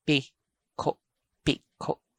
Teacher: So each vowel is stopped. So there is a stop, there is a glottal catch for each vowel in this pronunciation.